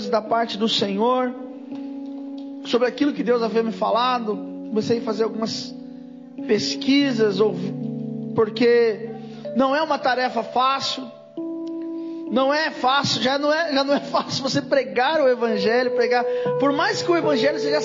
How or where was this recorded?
large echoing room